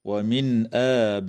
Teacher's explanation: تظهر النون الساكنة عند الهمزة